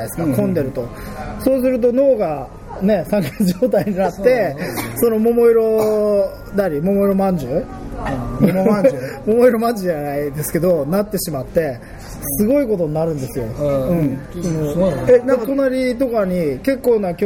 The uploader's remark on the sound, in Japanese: 公開収録となりました